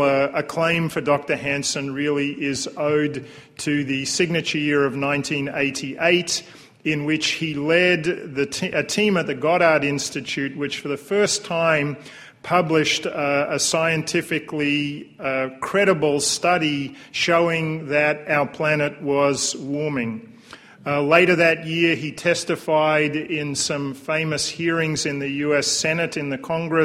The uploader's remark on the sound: A Sydney Ideas lecture